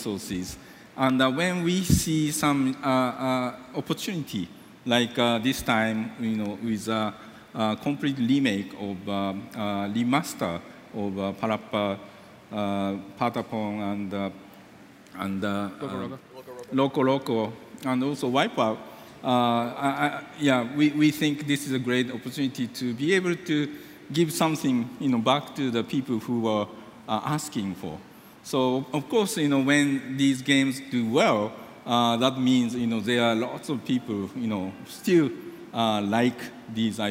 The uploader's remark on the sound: recorded in front of thousands at PSX 2016